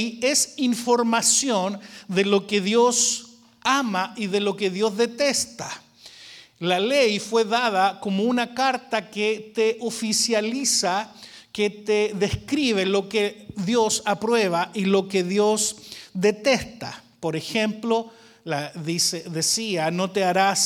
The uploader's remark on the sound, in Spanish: Grabado en VIVO en la iglesia VMF, Arlington, Texas.